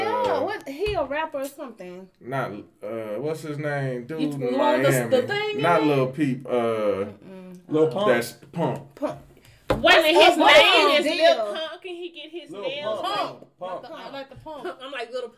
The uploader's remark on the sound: 1 mic and 7 voices